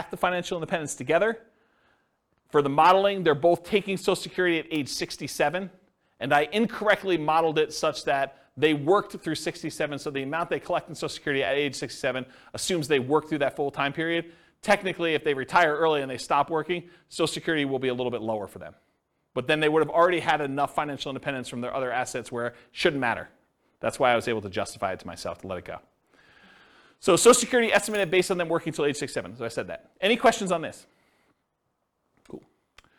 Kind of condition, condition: setting, live audience